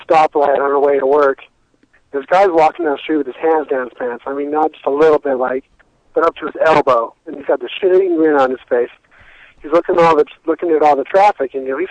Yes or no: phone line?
yes